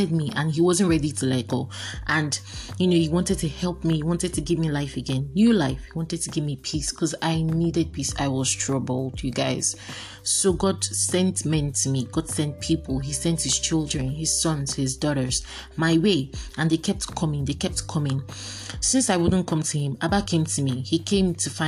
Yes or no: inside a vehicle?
no